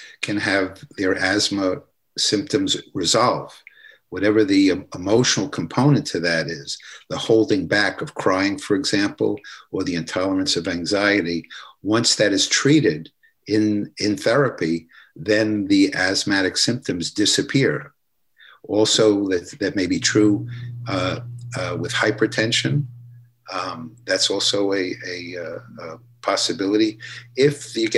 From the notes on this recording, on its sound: In this episode we hear the audio from one of our webinar presentations.